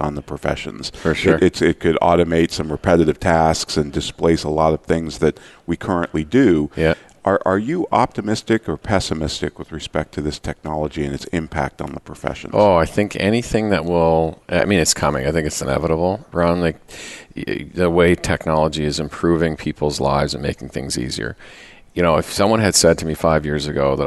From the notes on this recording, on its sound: Live Broadcast at the The IPBC IGNITE Conference.